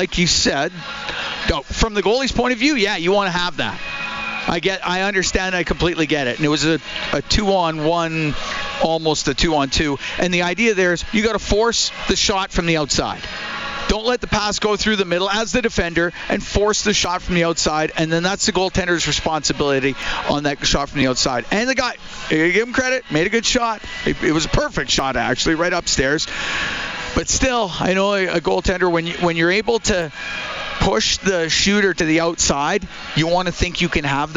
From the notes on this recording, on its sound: Live from Clare Drake Arena.